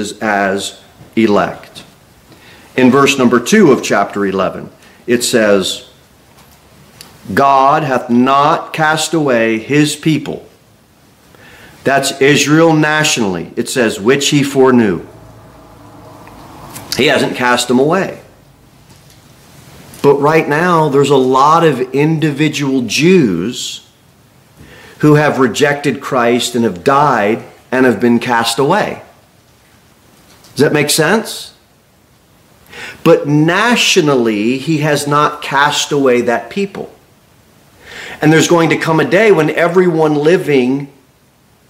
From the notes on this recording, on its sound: Sermon delivered at Pilgrim Baptist Church on Sunday, December 17, 2023, at 2-15 pm. Cookeville, TN 38501.